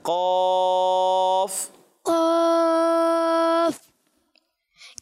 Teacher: قاف کا الف بھی موٹا ہوگا